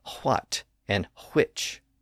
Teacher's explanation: those words were originally pronounced with a slight H sound at the front